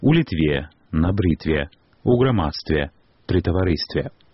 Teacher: Таксама, згодна з агульнапрынятым цяпер вымаўленнем, гук «т» не змяняецца на мяккі ў формах назоўнікаў на «тва» і «тво»